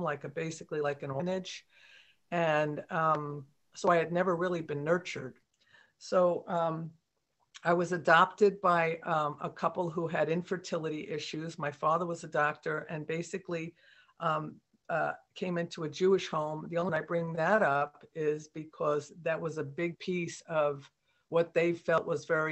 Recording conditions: video call